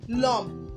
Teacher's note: The homme, which means man in French, starts with the letter H and it is a silent H. So the um, E in le is swallowed and is pronounced l'homme. In French, we call this um, elision, l'élision, l'élision.